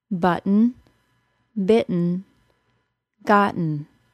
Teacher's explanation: Those three words are actually pronounced quite differently from the way they're spelled. The T turned into a glottal stop, and the N is a syllabic N, so there was no vowel sound in the second syllable.